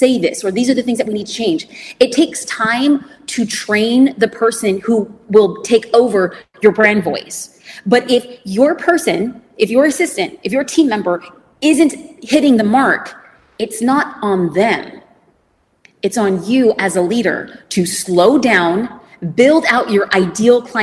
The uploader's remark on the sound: A recording from a Q+A I did after my keynote presentation at the Manychat convention. What you’re about to hear is a recording from a Q+A I did after my keynote presentation at the Manychat convention, Conversations . The business owners there asked such amazing questions about business, social media, and everything in between.